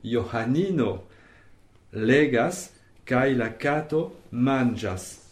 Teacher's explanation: Alors, Johannino, c'est un peu difficile effectivement de prononcer le H aspiré, Johannino, et puis d'accentuer le ni, l'avant-dernière syllabe